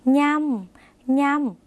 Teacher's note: เป็นเสียงขึ้นจมูกเหมือนในภาษาอีสานหรือในภาษาภาคเหนือนะคะ